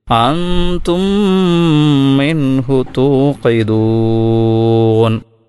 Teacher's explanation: ആദ്യത്തെ മീമിനെ രണ്ടാമത്തെ മീമിൽ ലയിപ്പിച്ചുകൊണ്ട് ഉച്ചരിക്കുന്നു